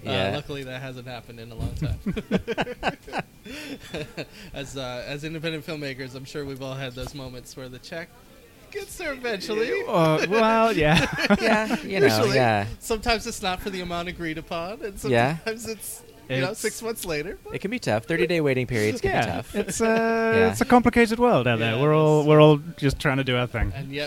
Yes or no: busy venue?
yes